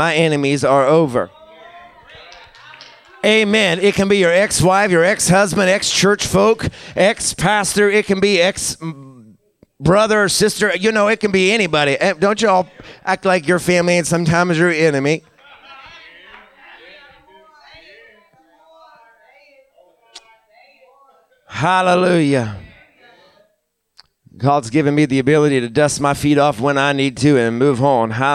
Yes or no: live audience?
yes